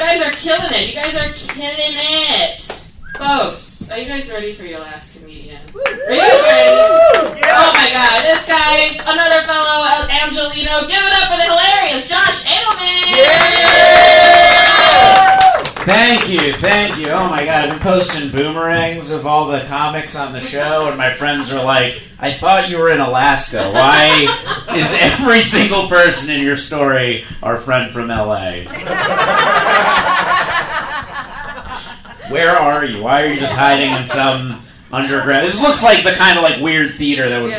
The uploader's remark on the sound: Live in Alaska. This is the first ever K-Drama School podcast live recording at Anchorage, Alaska with the B4UDie Comedy Festival at E Street Theater.